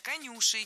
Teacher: Конюши, неверно. Правильно, конюшей. Ударяем второй слог.